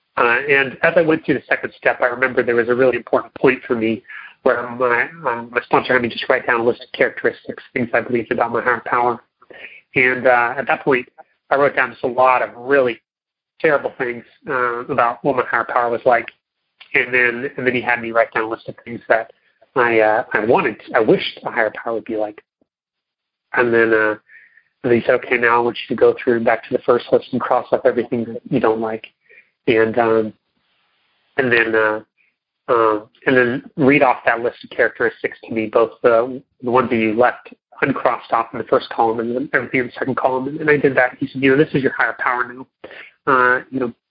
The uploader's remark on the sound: Monday Noon Phone Speakers Series